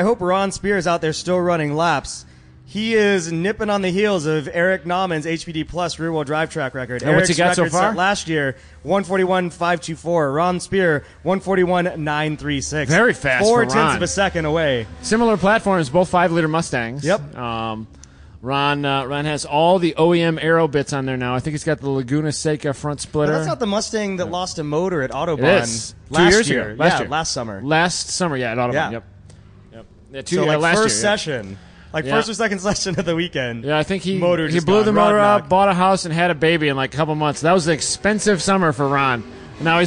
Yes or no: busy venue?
yes